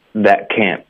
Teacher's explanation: 干脆停顿，我们会顶舌尖导致这个停顿。可是我们连起来发的时候呢，你需要在两个音节内连续顶两次舌头，导致两次的这个干脆停顿，可能会觉得比较别扭。在这一个情况下呢，更多人会选择就是先用一个喉音停顿的方式，再用顶舌尖的方式